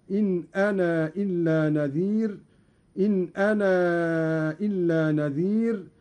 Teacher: قوله تعالى: إن أنا إلا نذير وبشير. قرأ قالون بإثبات الألف وصلا ووقفا، بالخلاف في الوصل عند المد، فيصير عنده وصلا مدا منفصلا هكذا: إن أنا إلا نذير، إن أنا إلا نذير.